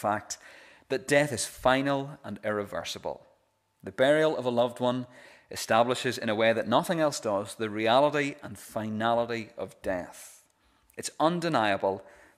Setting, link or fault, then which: setting, large echoing room